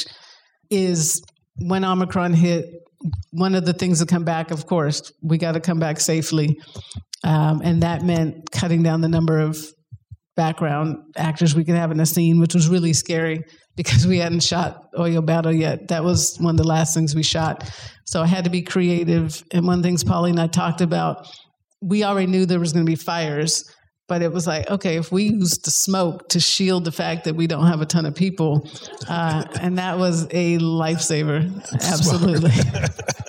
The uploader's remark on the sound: In a Q&A at the DGA theater in Los Angeles.